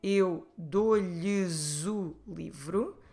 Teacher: So if I say, eu dou-lhes o livro, again, lhes ends in S, so it will become like a Z because the following word starts with a vowel